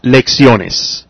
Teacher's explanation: So therefore, it doesn't follow that rule anymore that you have to accent the last syllable if it ends in N or S. Now, lecciones does end in S, but the stress is on the O. It's on the next to the last syllable. If I had said lecciones, if that were the proper way to pronounce lecciones, then I would put the accent on the E, but it's not.